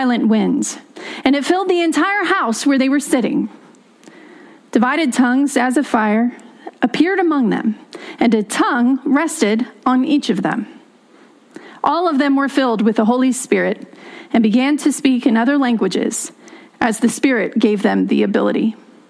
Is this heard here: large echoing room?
yes